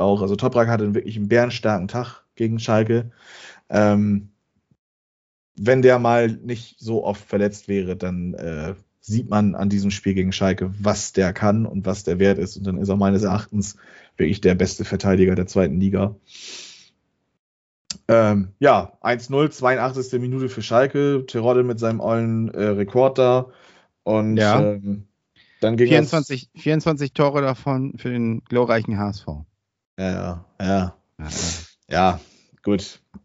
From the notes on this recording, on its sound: Aufgezeichnet am 23.11.2021 via Skype.